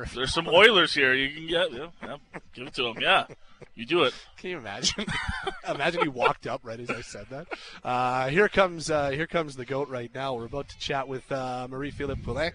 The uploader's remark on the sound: Live from the Shaw Charity Classic